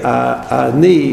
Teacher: The aleph tends to disappear because it doesn't have its own sound. It's just, so if you say ani, like it's the sound that comes naturally out of your mouth, that's an aleph.